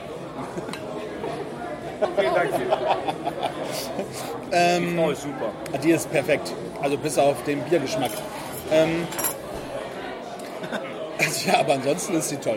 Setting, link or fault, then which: setting, busy venue